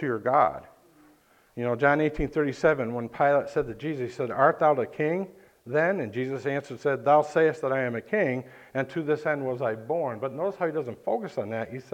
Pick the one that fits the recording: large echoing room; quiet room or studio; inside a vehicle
large echoing room